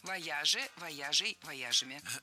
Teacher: Правильный вариант – вояжей. Ударение всегда сохраняем на «я» во втором слоге.